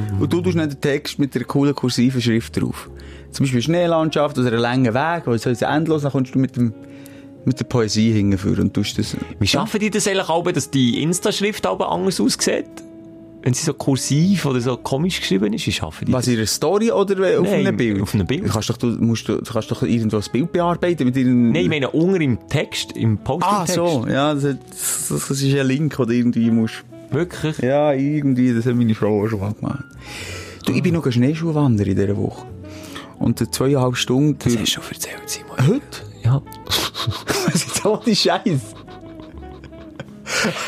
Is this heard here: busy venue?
no